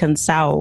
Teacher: drop the letter D when it's in between two vowels. So like hearing like the word cansado, it would kind of sound like cansao.